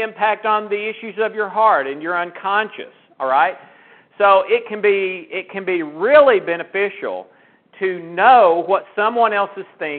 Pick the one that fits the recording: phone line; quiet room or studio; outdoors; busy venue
phone line